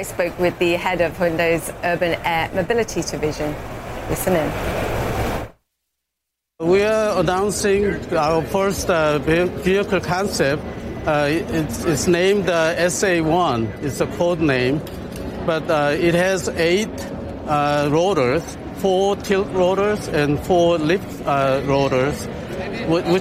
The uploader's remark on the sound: live from the New York Stock Exchange